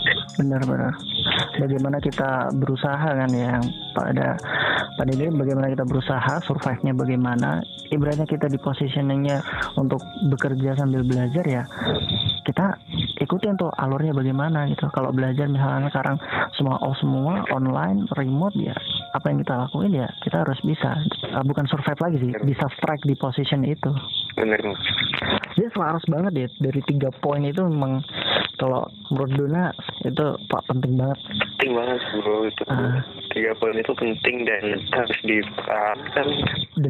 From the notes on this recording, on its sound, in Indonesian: Podcast ini murni direkam natural langsung melalui telepon.